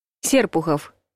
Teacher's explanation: Ударение падает на первый слог